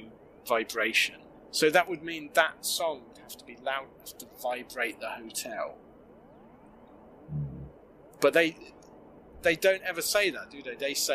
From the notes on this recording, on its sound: Apologies for the sound quality on this one, might of had a problem with the “web”.